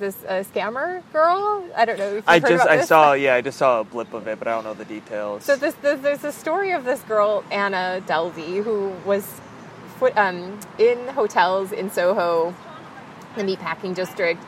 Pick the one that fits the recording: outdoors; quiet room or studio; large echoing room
outdoors